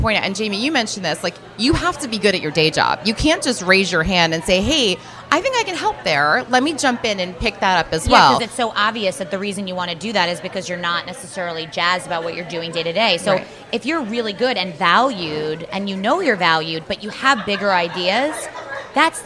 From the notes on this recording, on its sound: LIVE from Bell Works